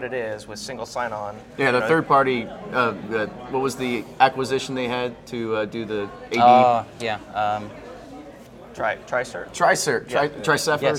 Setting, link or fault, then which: setting, busy venue